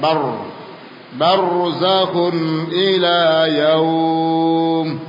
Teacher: rasukun sebelumnya fathah dibaca dengan tafkhim tebal